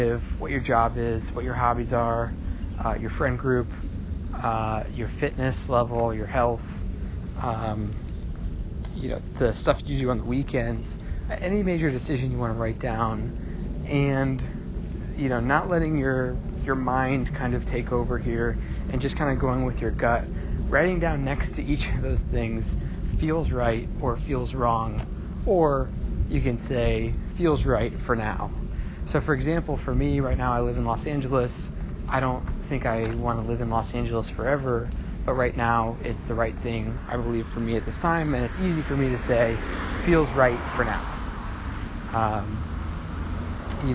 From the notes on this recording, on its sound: an Audio Note from the Desert